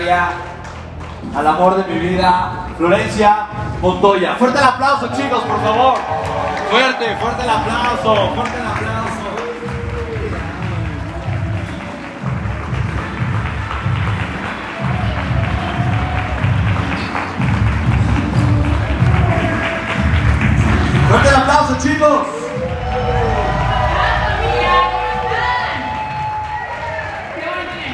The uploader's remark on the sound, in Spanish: En este episodio te comparto la grabación de mi conferencia.